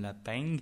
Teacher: Et ça ressemble un petit peu d'ailleurs au « un » méridional ici en France, à cette différence près que je crois que dans le nord, dans le sud de la France, on l'accompagne d'un petit « ng » à la fin